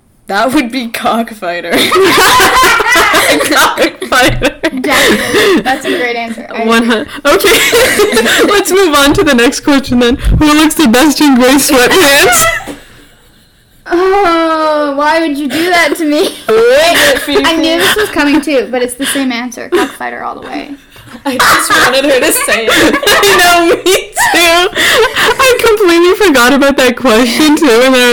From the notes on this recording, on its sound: Disclaimer: yikes at this audio lmaoo